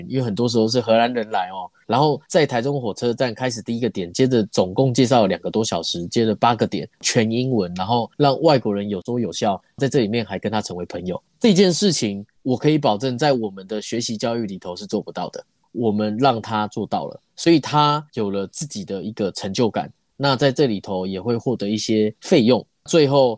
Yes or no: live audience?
no